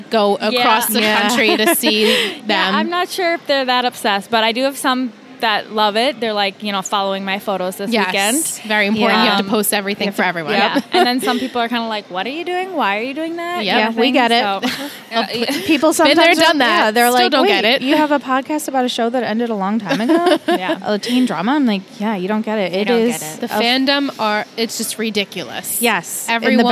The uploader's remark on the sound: Recorded LIVE from TRIC.